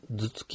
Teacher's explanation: ズツキって言おうと思うと、僕らの声帯はズの後でパッと止まるんですね